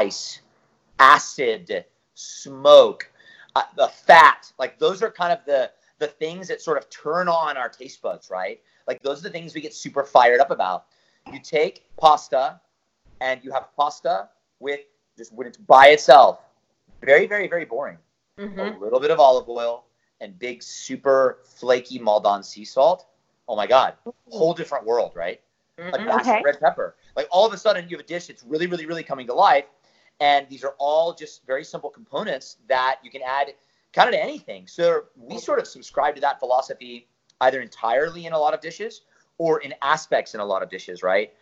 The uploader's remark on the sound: THIS EPISODE IS A REBROADCAST from a Facebook Live event.